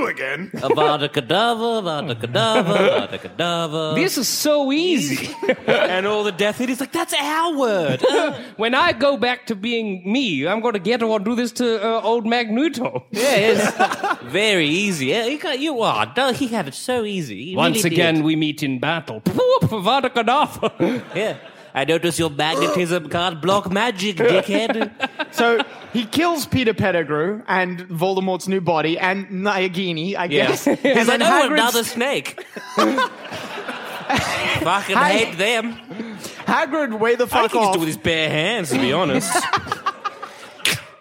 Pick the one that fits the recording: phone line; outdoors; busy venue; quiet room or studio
busy venue